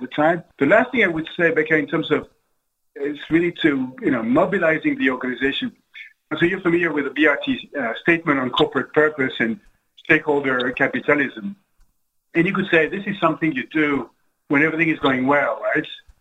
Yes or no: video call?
yes